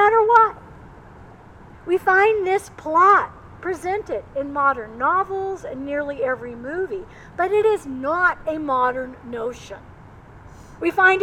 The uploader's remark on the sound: Recorded outside. Coming to you from Old South Presbyterian Church in Newburyport, MA.